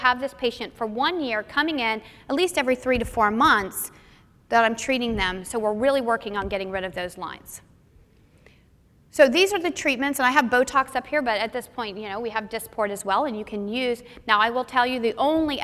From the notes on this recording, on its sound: This was recorded at the 2011 Fall Conference in Orlando Florida